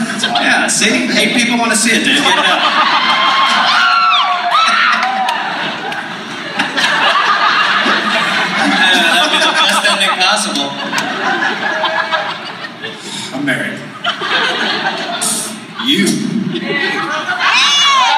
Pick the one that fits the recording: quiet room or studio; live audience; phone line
live audience